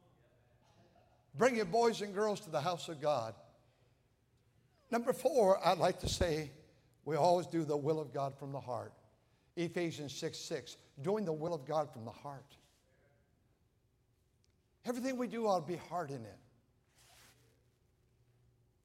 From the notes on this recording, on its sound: at North Valley Baptist Church in Santa Clara, California, during the Sunday Evening service